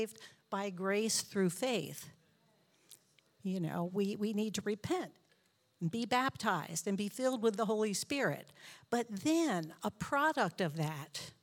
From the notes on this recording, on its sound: This JAT was recorded live on July 17th, 2022 at Newark United Pentecostal Church.